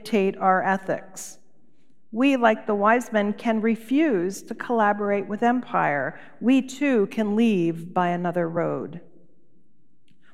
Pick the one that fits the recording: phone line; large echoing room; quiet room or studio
large echoing room